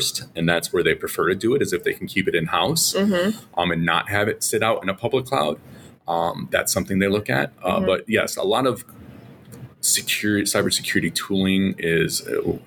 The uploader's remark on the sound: We're at the TribalNet Conference & Tradeshow